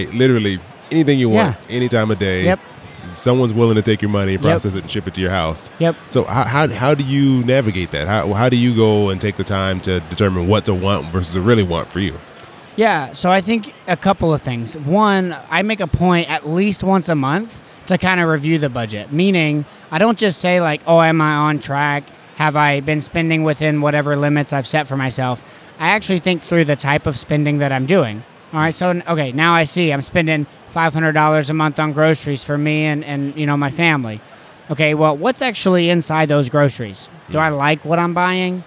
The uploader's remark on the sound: Here is another interview from my time at FinCon. On the conference floor.